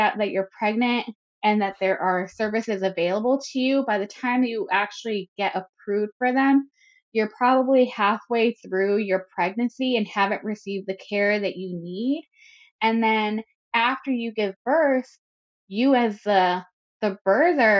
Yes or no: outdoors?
no